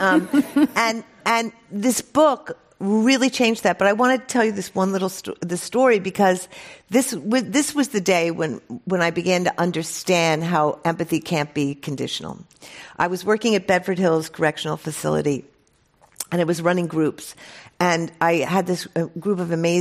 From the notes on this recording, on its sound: This program was recorded in front of a live audience at The Commonwealth Club of California in San Francisco on June 11th, 2019.